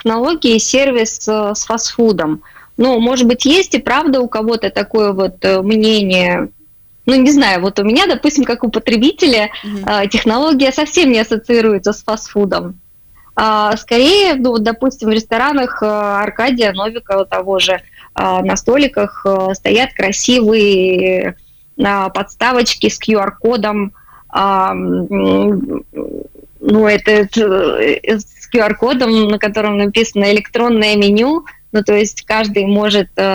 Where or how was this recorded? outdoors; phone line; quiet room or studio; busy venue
phone line